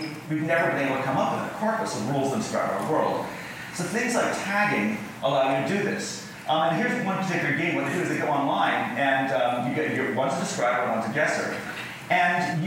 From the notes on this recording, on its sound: Recorded at Vidfest, in Vancouver, Canada